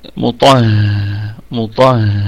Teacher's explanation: مطهرة، مطهرة، طبعا لما نبتدئ فقط مش وصلا بقى، نبتدئ على مطهرة هتكون الميم مخففة متحركة بالضم، فهتكون في الدرجة الخامسة من درجات الغنة، والطاء في الدرجة الثانية من درجات التفخيم